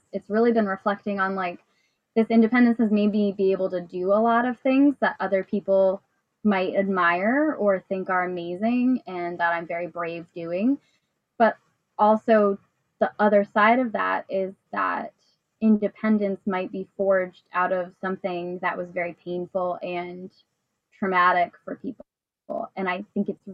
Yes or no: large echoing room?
no